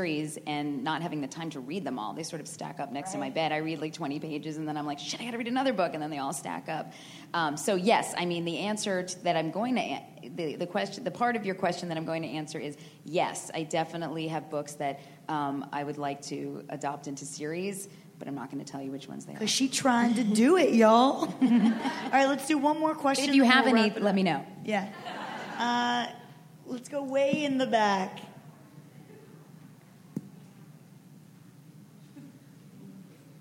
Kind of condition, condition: setting, busy venue